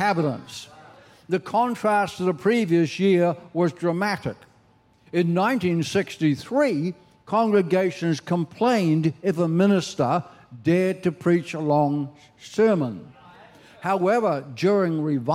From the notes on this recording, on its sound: This message was recorded at C3 Powerhouse Sunshine Coast in July, 2023.